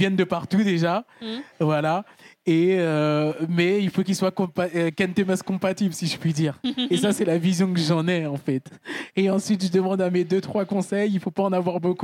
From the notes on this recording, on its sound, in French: Enregistré en live à l'occasion de l'événement Slow fashion & culture organisé par Weslow, accélérateur de marques engagées mode et lifestyle.